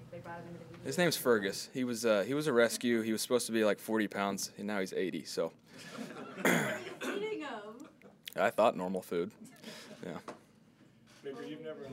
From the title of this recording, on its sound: Press Conference